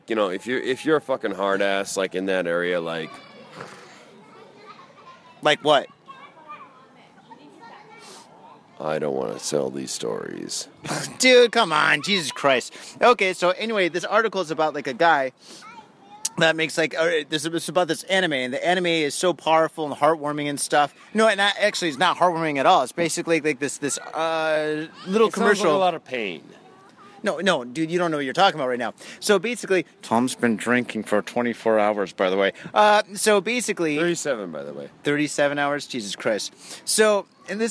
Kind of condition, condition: setting, outdoors